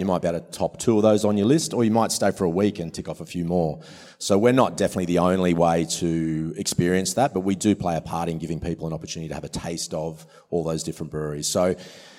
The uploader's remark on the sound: This panel discussion was recorded as the recent Western Australian Brewing Conference in Perth. Brews News was able to attend to host and record these panels.